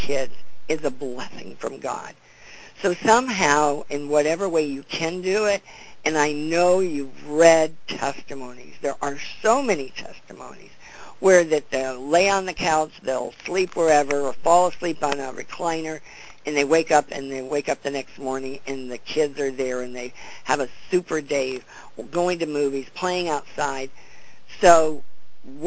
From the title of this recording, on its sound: CONFERENCE CALL